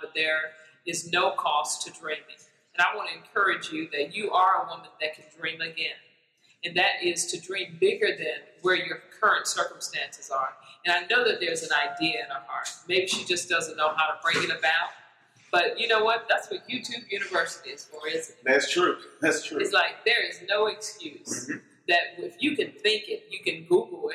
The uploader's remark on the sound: Sorry for the audio because it was recorded live